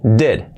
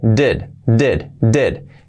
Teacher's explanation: la i como una e · Shown in: second take